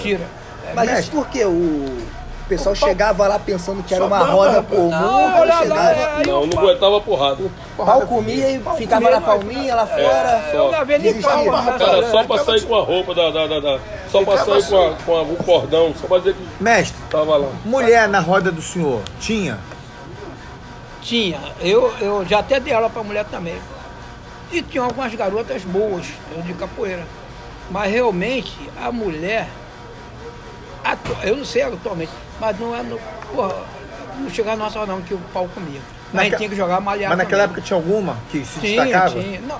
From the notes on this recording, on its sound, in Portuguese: Gravação feita em um botequim no subúrbio do Rj.